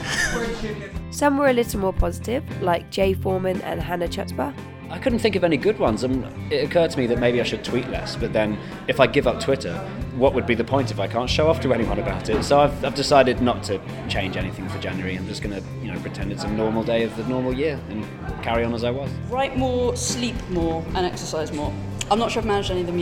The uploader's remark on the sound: This event was recorded live at The Hackney Attic.